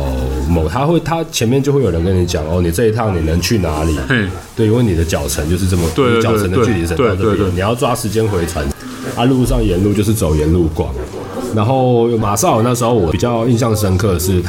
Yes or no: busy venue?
yes